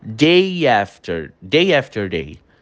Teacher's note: Entra um Y aí, que vem do além, mas ele faz essa junção.